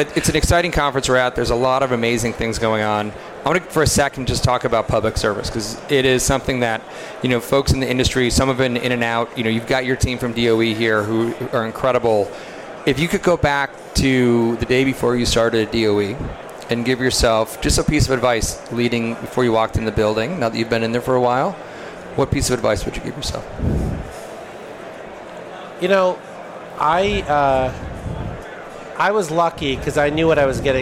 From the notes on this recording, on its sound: This recording took place at the PowerUp Live Podcast Stage at RE+ Las Vegas in 2023.